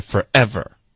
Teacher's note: forever,它顿了一下因为它想要强调 forever 这个字 · Term: 不连读